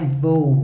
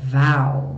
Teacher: não é vou, é val, bem aberta · Shown in: second take